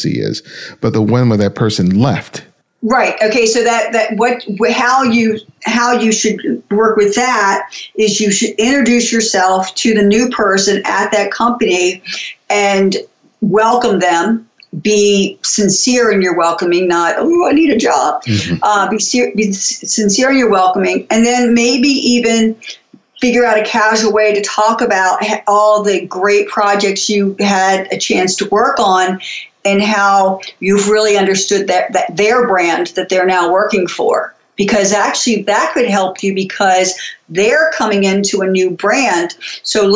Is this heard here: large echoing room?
no